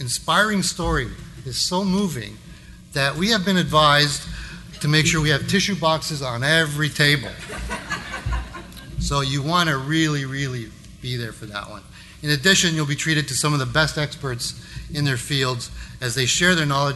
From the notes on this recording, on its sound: Live Broadcast at the The IPBC IGNITE Conference.